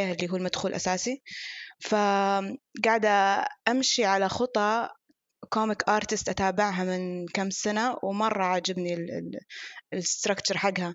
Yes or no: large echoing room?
no